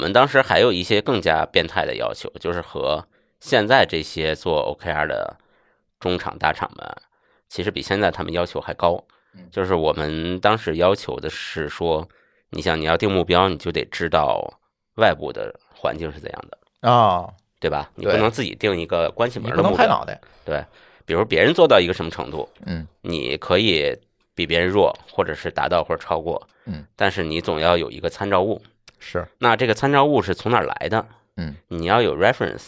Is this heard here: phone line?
no